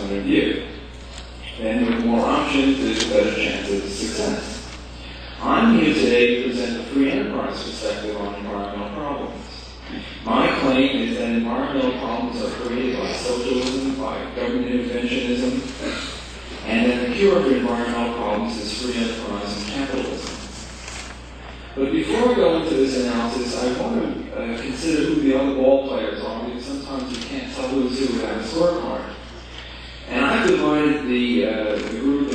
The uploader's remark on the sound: Presented at the &quot;Challenges and Choices for a Better World: Energy, Economics, and the Environment&quot; conference in New Orleans, Louisiana, on 8 September 1991.